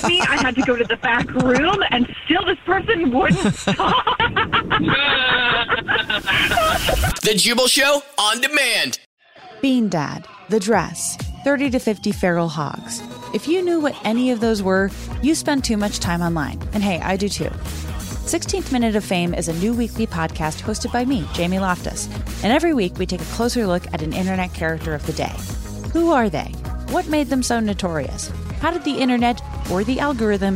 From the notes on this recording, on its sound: phone prank style